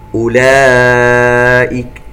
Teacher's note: مد متصل ومد بمقدار أربع حركات